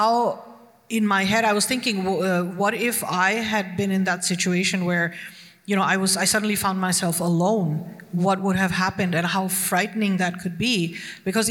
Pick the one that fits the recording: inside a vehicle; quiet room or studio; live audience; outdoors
live audience